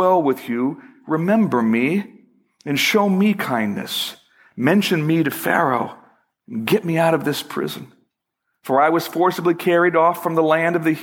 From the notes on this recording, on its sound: Originally recorded March 4, 2012, at Fellowship Missionary Church, Fort Wayne, IN.